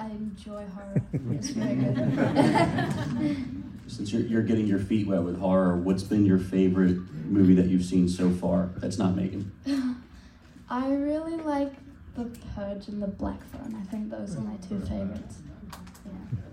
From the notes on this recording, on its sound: an exclusive panel interview from our favorite horror convention Monster Mania